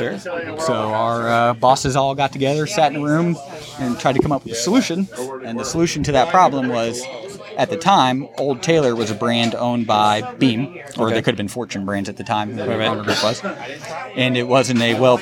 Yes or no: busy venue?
yes